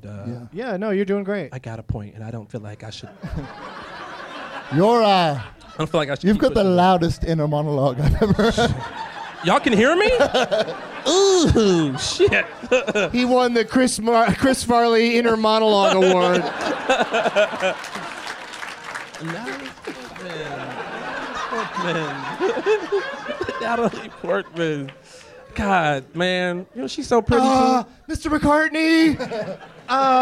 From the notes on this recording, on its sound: Live from Zanies in Rosemont, IL.